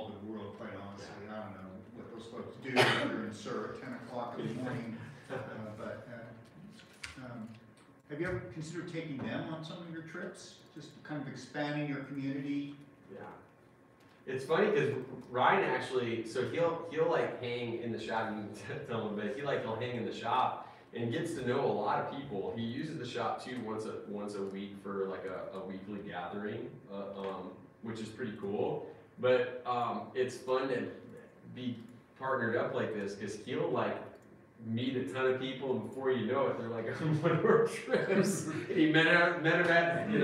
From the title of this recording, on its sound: CHAPMAN UNIVERSITY LECTURE